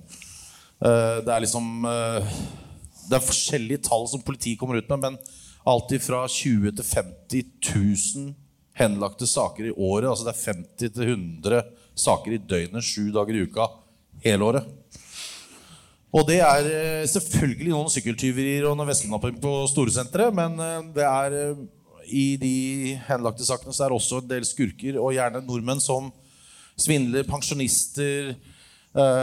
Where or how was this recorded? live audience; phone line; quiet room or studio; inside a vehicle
live audience